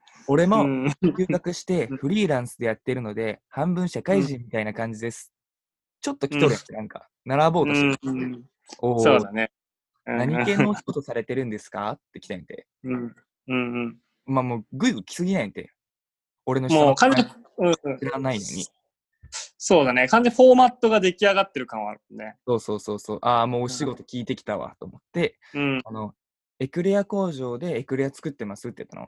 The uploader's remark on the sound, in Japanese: 今回はzoomによる収録です。